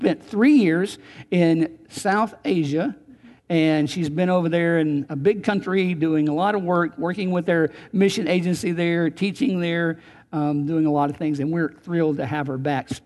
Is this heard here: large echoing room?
yes